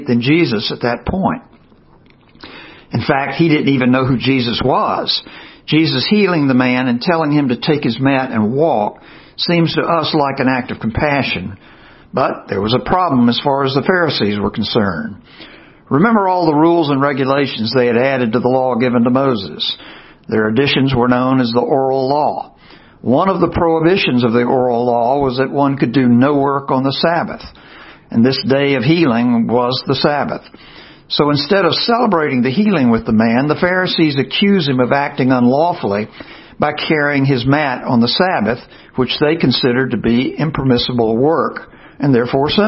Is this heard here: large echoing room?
yes